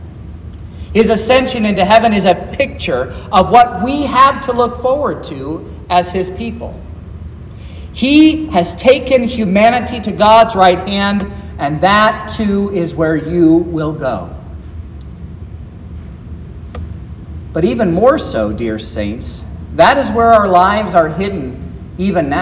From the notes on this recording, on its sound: This is the sermon preached at Trinity Lutheran Church in Vallonia, Indiana, on Thursday, May 18th, 2023, which was Ascension.